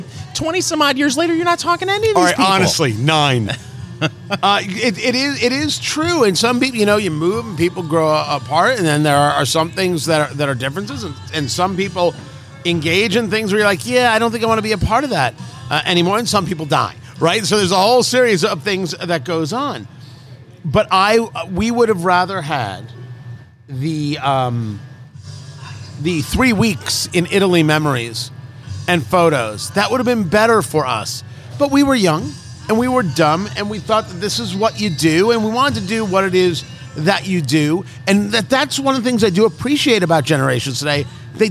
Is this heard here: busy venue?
yes